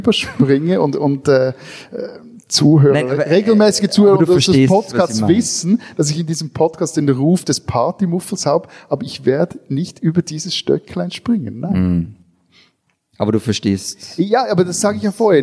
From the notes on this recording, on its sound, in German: Live aus Paris II. Live aufgenommen in der Fondation Suisse in Paris.